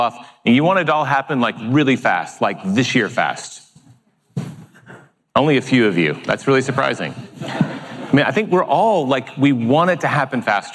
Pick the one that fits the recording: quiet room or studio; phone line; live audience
live audience